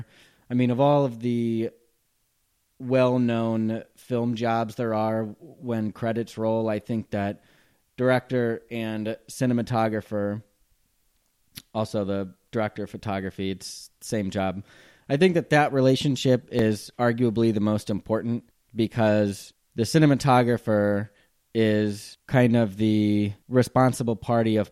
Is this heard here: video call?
no